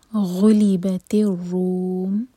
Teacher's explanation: رو کو ہیوی پڑھیں گے، رو پر دومہ ہے، اور میم کو ساکن کریں گے. تو رو 4 کا لمبا، مد عارض سکون.